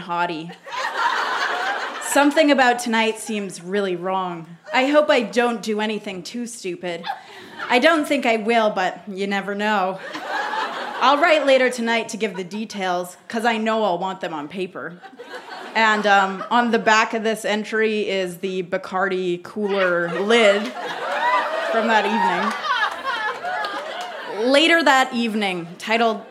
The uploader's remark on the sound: Recorded live at the Biltmore Cabaret in Vancouver, BC.